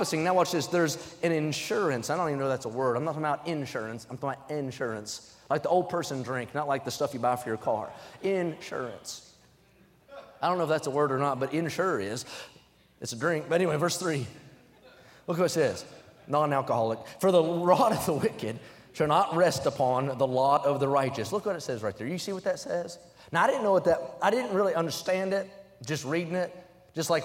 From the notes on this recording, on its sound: During the Wednesday Evening service on July 5, 2023, at North Valley Baptist Church in Santa Clara, California.